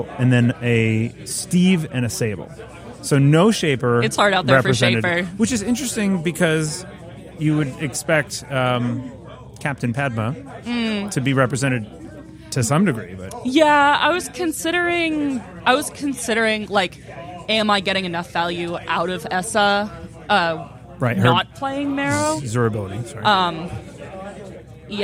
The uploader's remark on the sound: Interviews from Startup Tournament #2. Brought the mics to their second Startup Tournament they organized in Derry, New Hampshire at Midgard Hobbies and Games.